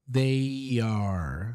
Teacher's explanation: So that ya in the middle is an intrusive sound. It's basically to help ease the pronunciation between one vowel sound and the other vowel sound.